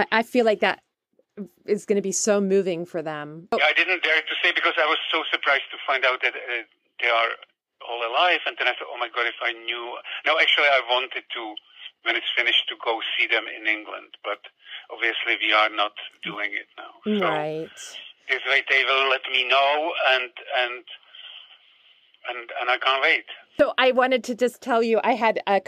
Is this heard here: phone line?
yes